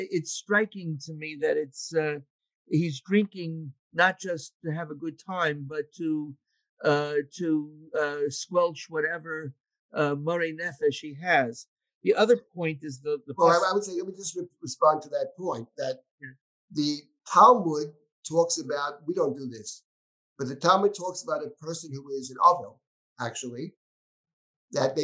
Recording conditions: video call